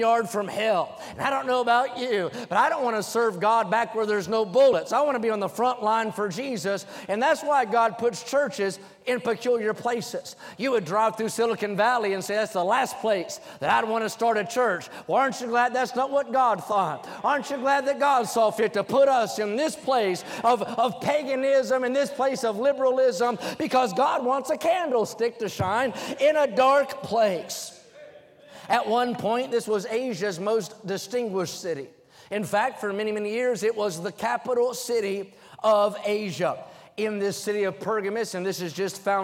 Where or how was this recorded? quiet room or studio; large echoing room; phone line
large echoing room